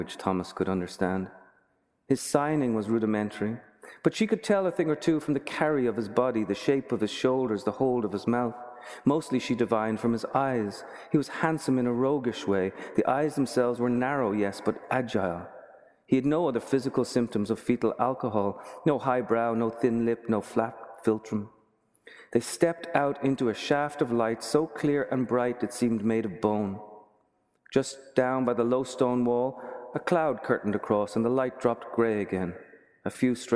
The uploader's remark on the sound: From the 2015 Boston Book Festival, October 24, 2015.